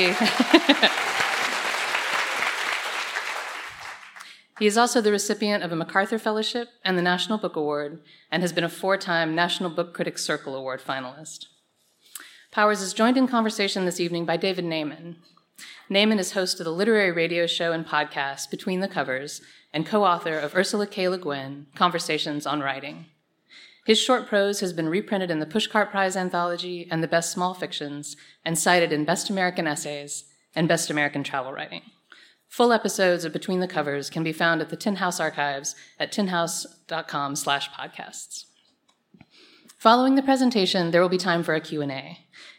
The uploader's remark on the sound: Tin House Live. This time, an onstage ticketed event at Revolution Hall before a live audience.